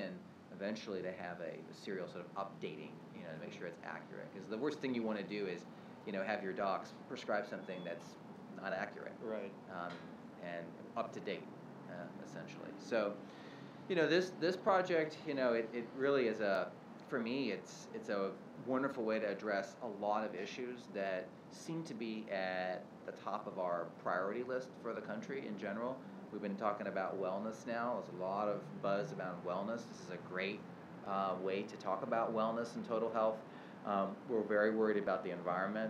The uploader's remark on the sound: This is my first park podcast.